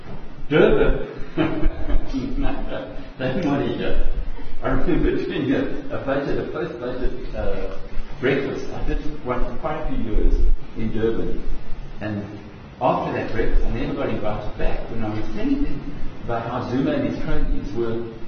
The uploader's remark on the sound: Here is the recording of the presentation. Fielded questions from the audience.